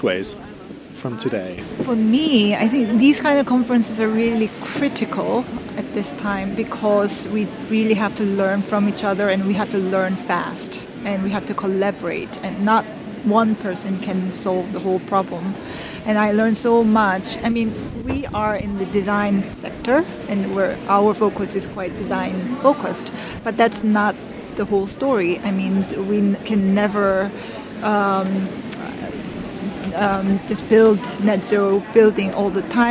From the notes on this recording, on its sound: This episode was recorded at the Footprint+ Conference in Brighton. We recorded this with a single microphone sitting outside near to the beach so there is background noise.